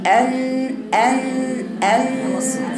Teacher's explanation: لسانك قرب النون لكن مش مظهرة للنون · Term: الاخفاء